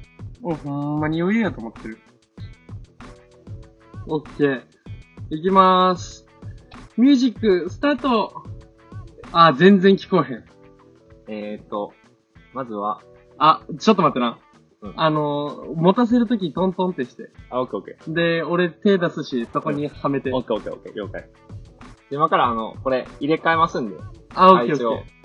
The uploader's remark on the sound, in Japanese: 車の中でへんなとこにマイク置いてたから音質むちゃくちゃ悪いです。